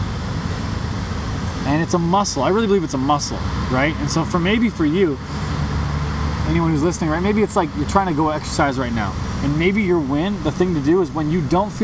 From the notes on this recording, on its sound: Podcast in the Park. Recorded in Coal Harbour.